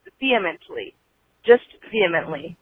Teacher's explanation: And you guys keep saying vehemently, or some, you keep pronouncing the H, and the H is silent. The way you pronounce vehemently is vehemently, just vehemently.